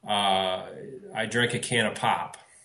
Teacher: So there you have the A raising and the O fronting.